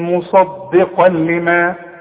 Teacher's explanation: واللام ادغام كامل بدون غنة. اذا لما جيني نون ساكنة او تنوين زي ده وبعده لام او راء ما غنش.